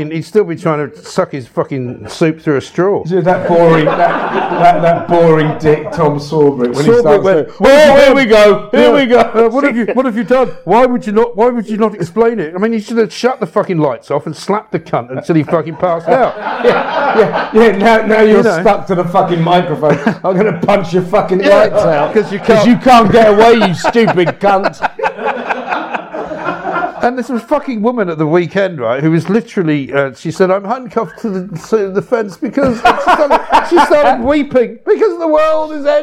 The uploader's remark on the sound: live from the Horseshoe Inn